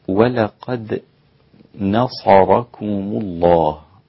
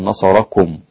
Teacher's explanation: ولقد نصركم الله، انتبه إلى الدال المقلقلة رقيقة جدا، ولقد نصركم الله، والراء مفخمة مع الصاد لكن الكاف رقيقة · Shown in: first take